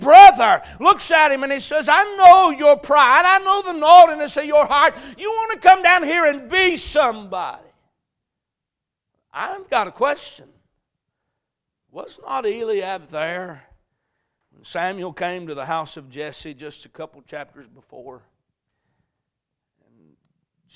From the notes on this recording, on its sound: A message preached at Crossroads Baptist Church.